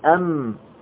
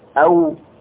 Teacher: مخرج الميم من الشفتين لكن بانطباق، ومخرج الواو من الشفتين أيضا لكن بانفتاح